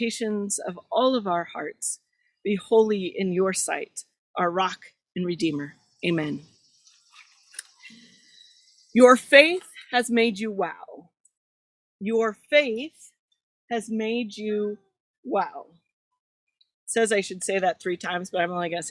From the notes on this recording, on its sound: This is the recording from June 27th at Garfield Community Farm where we worship each Sunday during the summer of 2021.